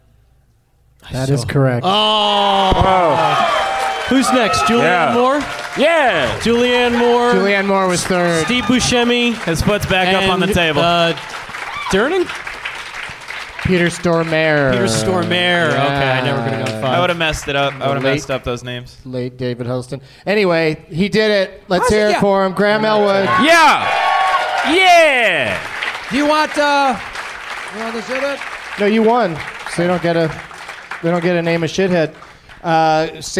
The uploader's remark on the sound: Live from the Helium Comedy Club in Portland, OR